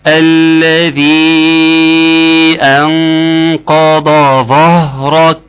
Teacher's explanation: اخطأت في حرف الهاء وفخمته وطلعته من صفة